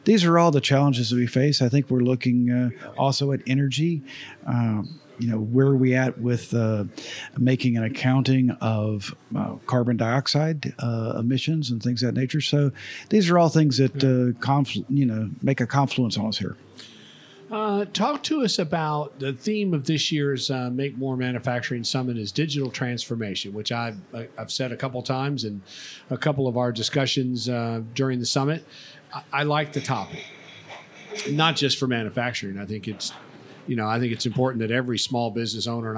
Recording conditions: busy venue